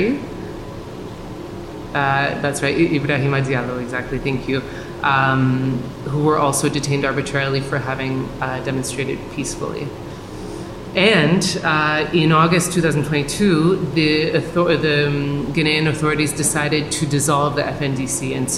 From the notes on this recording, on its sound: Featuring audio from a community event focused on Guinean struggles against deportation from Canada. This mix features audio clips from a public event in Montreal entitled “Guinean Refugees Organizing for #StatusForAll in Montreal,” which took place at Concordia University in February, 2023, which was hosted by the Social Justice Centre with support from Solidarity Across Borders and the Immigrant Workers Centre. You hear my introduction to the event.